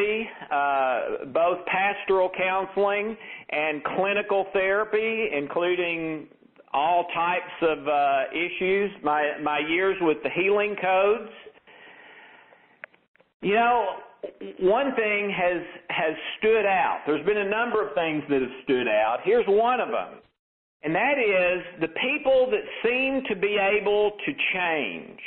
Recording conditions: phone line